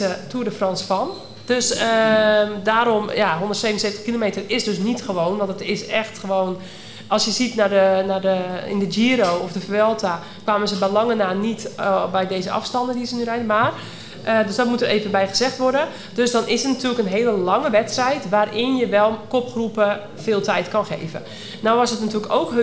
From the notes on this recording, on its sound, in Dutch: Live vanuit een vol Café Coureur in Borgloon!